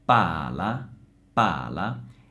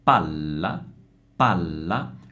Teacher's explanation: Mentre quando abbiamo la doppia, palla, palla, cosa succede? La durata della vocale A si riduce, la pronuncio in modo molto veloce e do enfasi e prolungo il suono della consonante. · Shown in: second take · Palla, palla.